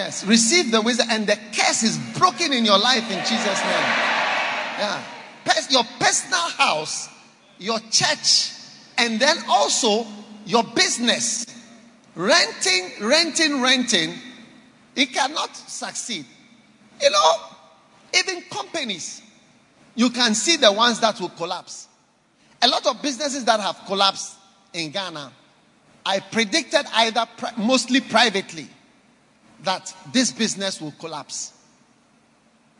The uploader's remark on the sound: Preached at Holy Hill Chapel, Accra.